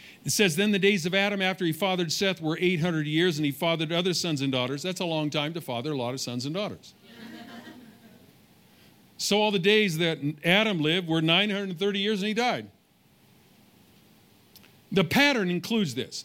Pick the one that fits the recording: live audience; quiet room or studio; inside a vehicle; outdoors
live audience